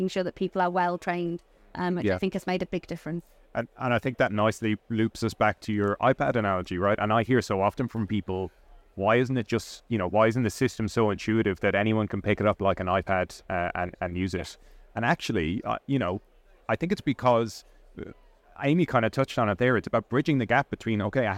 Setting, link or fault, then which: setting, busy venue